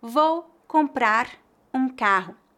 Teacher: Eu posso dizer as palavras comprar um como se fosse uma palavra só.